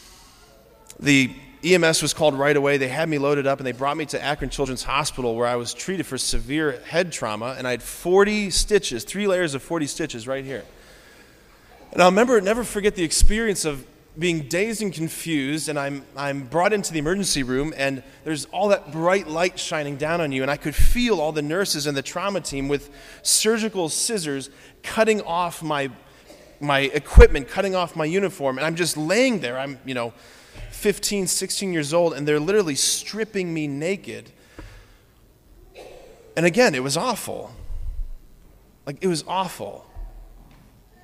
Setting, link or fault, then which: setting, large echoing room